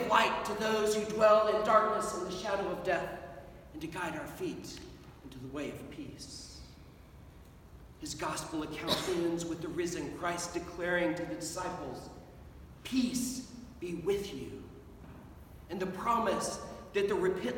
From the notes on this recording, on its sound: Sermon at Holy Trinity Anglican Church on the First Sunday in Advent 2021.